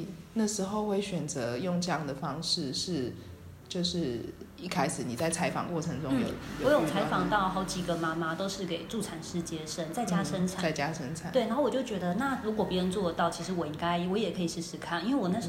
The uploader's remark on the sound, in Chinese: 在書店有一場快樂的對談。剪輯和錄音新手的我們花了一個多月的時間慢慢地整理剪接。